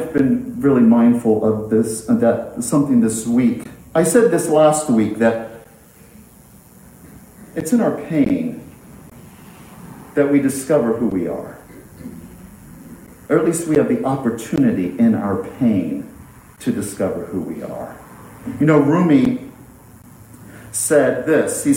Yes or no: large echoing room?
yes